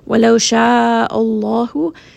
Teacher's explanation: name of Allah is going to be heavy because the letter before it has a fatha.